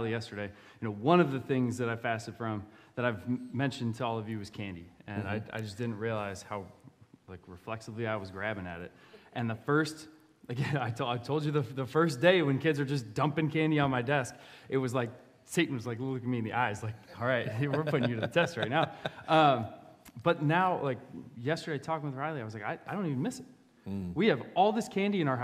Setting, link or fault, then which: setting, large echoing room